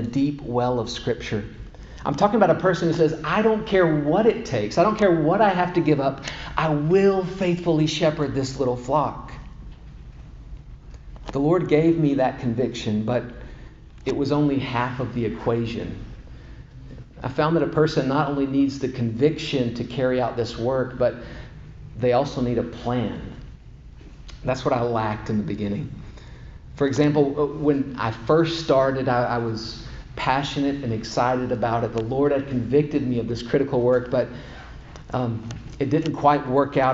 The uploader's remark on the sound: The first session of a four-part series delivered at Grace Bible Church of Conway in December of 2021.